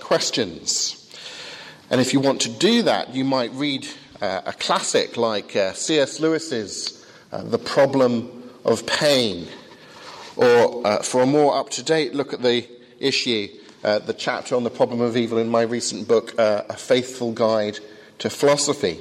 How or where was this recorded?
large echoing room